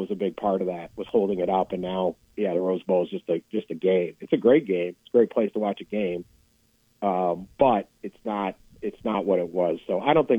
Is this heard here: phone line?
yes